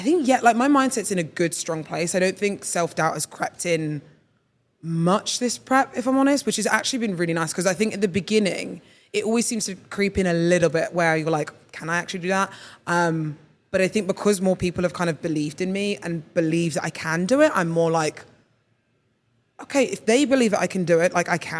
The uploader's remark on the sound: Coming to you live from Miami! This episode is one we filmed at our live event at the start of September.